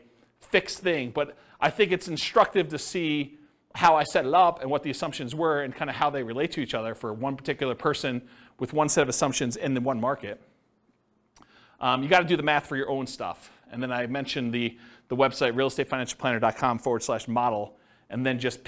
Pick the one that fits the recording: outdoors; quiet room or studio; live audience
live audience